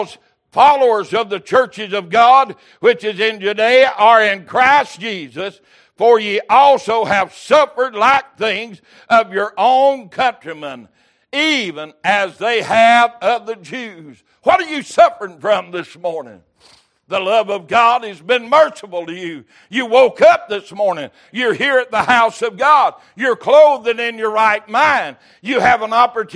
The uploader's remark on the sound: Recorded November 20, 2022 - Sunday Morning Service